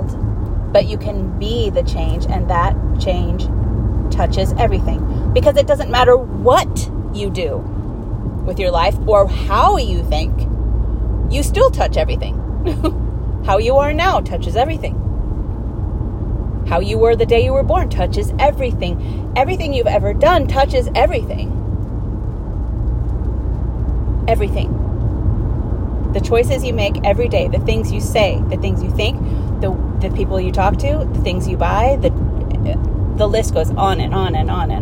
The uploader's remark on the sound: This episode was recorded to myself in the car. Where I am driving and talking out loud to myself about something I want a deeper understanding of. Forgive the audio quality for these car episodes.